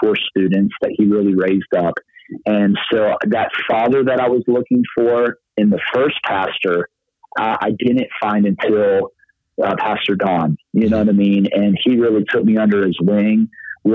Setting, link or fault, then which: link, phone line